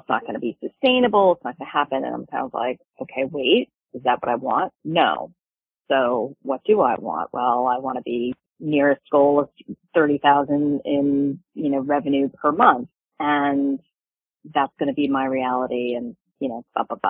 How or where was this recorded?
phone line